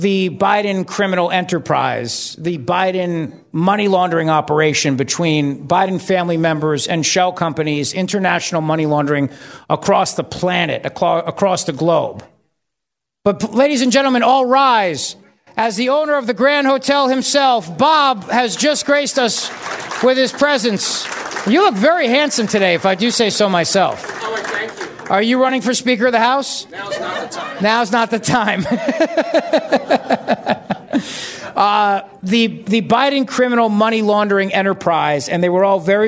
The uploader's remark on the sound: LIVE from the Grand Hotel in Cape May, New Jersey.